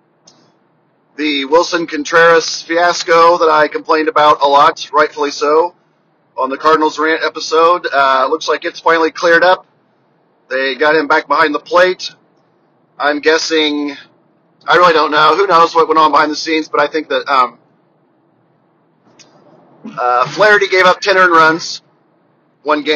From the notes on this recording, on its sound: FROM MY CAR. I got bored on a long drive home today so decided to hit record.